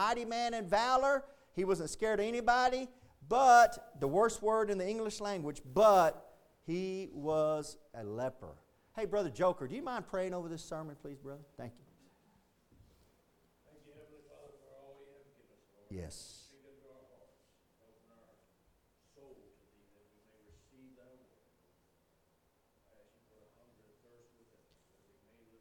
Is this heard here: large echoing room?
yes